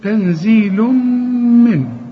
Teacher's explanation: تنزيل النون اللي بعدها الزين، اخفي وغن